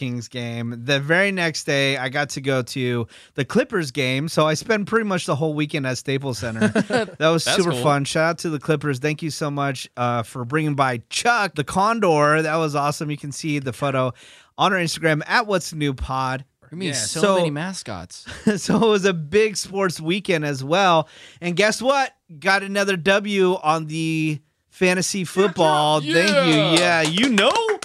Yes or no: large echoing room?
no